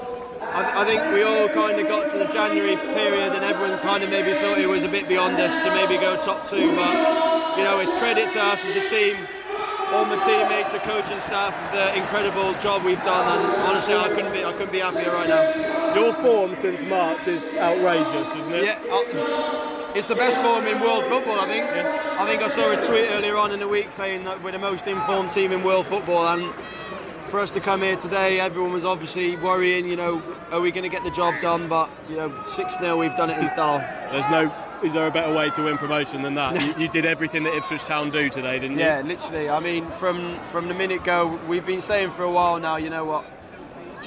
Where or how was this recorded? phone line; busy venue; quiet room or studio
busy venue